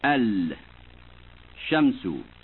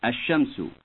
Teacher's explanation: The speaker first will pronounce Al and pause before speaking the word beginning with a solar letter. Then he will speak them in the normal assimilated way.